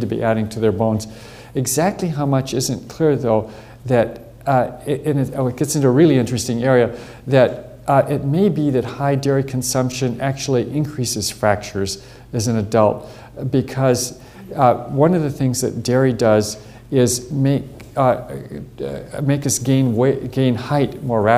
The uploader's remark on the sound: Recorded on 12 June 2008 at the University of Edinburgh's George Square Lecture Theatre.